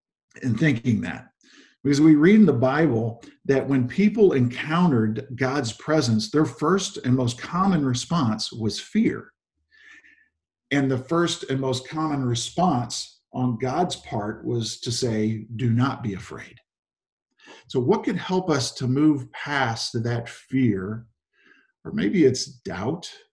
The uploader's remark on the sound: Zoom Sunday 11/22/20 (Audio)